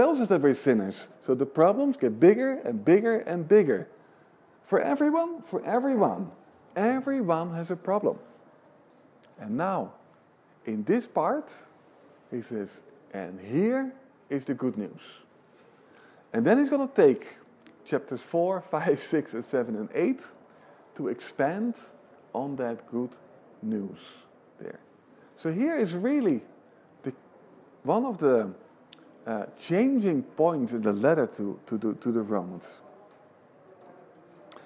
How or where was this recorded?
live audience